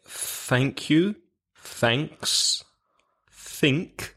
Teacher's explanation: all of those TH sounds are without vibration. So you feel nothing when your hand is on your throat, your garganta.